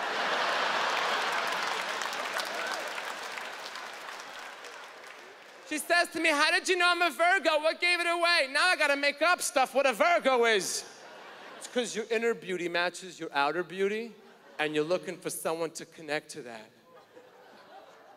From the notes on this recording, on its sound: stand up from the #JustForLaughsFestival in 2012